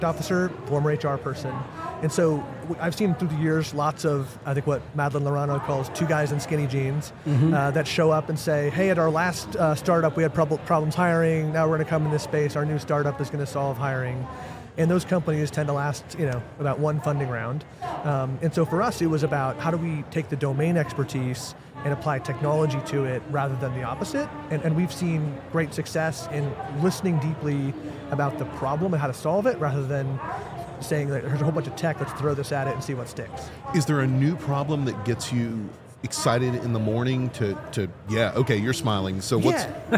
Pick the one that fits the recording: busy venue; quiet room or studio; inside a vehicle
busy venue